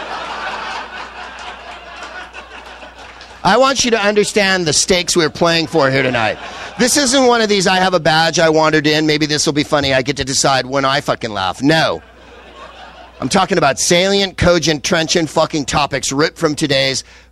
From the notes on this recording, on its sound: Vodkasting live from the SXSW conference in Austin, TX